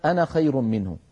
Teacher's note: كلما رأينا كلمة أنا فإن ألفها لا تنطق عند الوصل